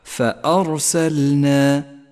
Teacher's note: اللام الساكن إذا جاء بعده حرف النون كما في كلمة فأرسلنا انتبه من أن ينحرف حرف اللام إلى مخرج حرف النون وبالغ في توضيحه